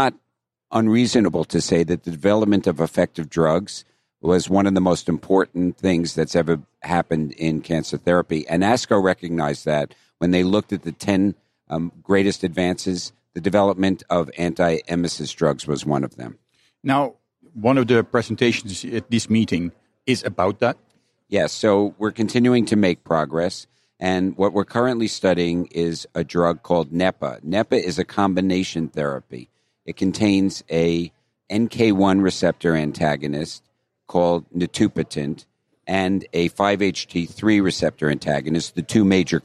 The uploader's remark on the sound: recorded during the annual meeting of the American Society of Clinical Oncology, ASCO